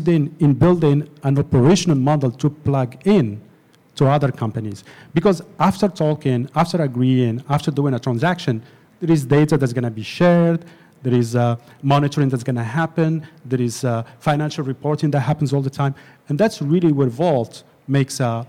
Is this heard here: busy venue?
yes